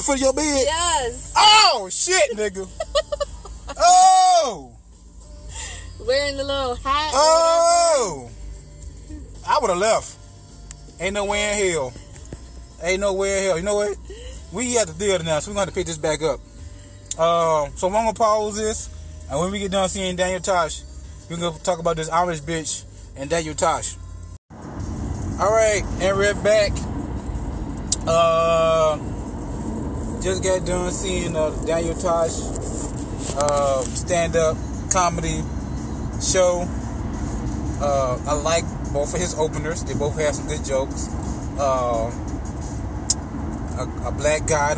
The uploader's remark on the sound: Bonus episode in the car